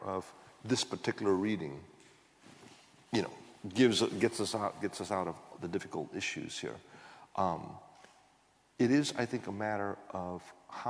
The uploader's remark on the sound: This GodPod was recorded as part of a lecture. This lecture was recorded as part of the McDonald Lecture Series – a collaboration between St Mellitus College and the McDonald Agape Foundation.